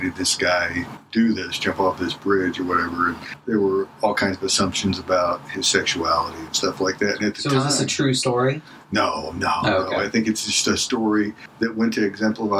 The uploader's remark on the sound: It's been sitting in the vault due to poor audio quality. My poor microphone work on this one.